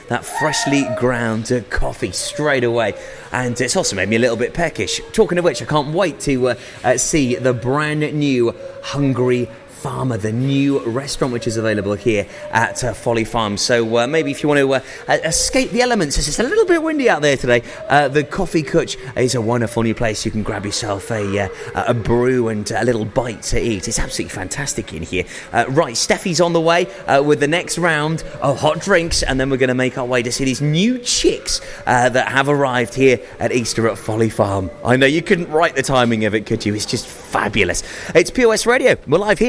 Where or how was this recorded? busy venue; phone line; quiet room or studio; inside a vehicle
busy venue